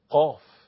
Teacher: بقول القاف من أقصى اللسان هنا من هذه المنطقة قاف أو كاف هكذا.